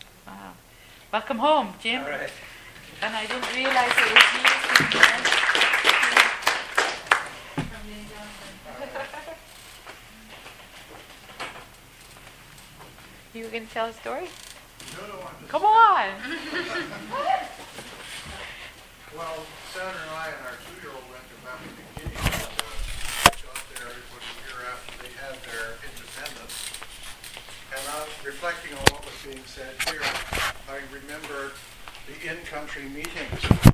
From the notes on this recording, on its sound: This podcast was recorded during CUSO-VSO's 50th Anniversary Kick-off celebrations in Victoria, B.